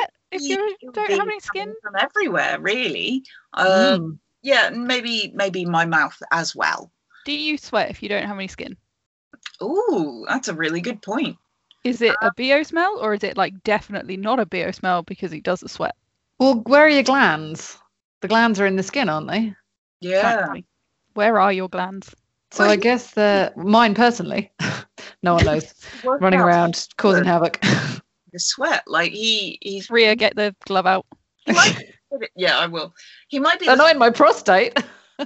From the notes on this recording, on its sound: This episode was recorded via Skype due to lockdown